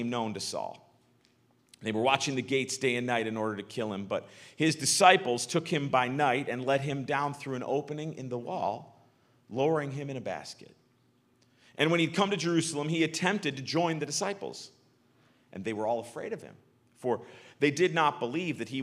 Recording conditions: large echoing room